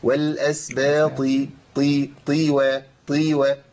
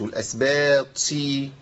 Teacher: نمنع النفس، لا ما تكتمش نفسك، نمنع النفس في مخرج الحرف، حرف الطاء، لان الطاء ما يجريش فيها النفس · Shown in: first take